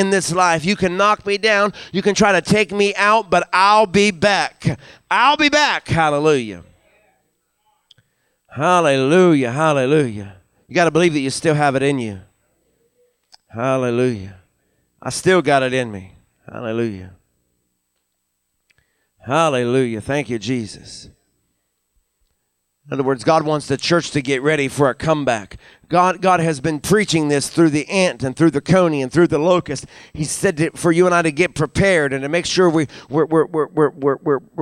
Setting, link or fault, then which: setting, large echoing room